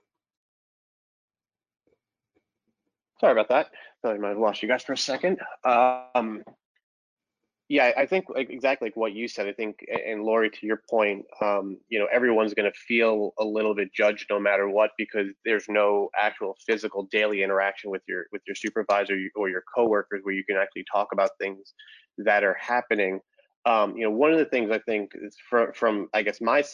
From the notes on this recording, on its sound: Part 3 of CoSIDA's Listening and Leading webinar series presented by Capital One